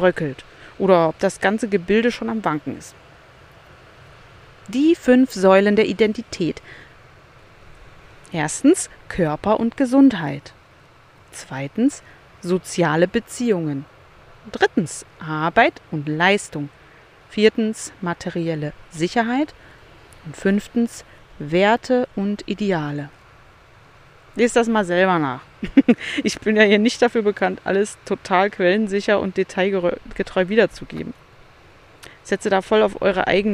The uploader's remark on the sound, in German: Das Meer ist mein Begleiter in dieser Folge, ein Strandkorb mein Aufnahmestudio. Es ist kurz vor Sonnenuntergang an einem der schönsten Strände die ich kenne. Paar Minuten White Noise am Ende.